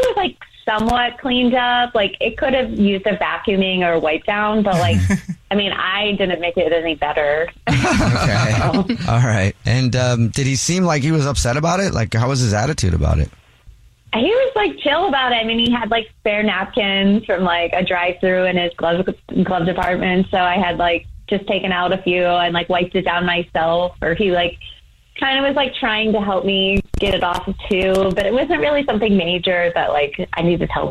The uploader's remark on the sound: We get that other person on the phone